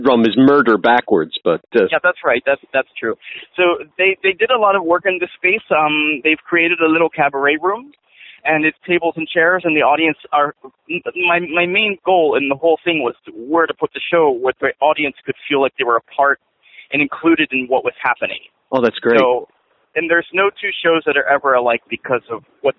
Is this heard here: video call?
no